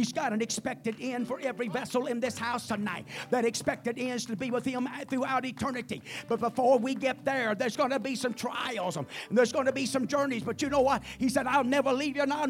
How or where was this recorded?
large echoing room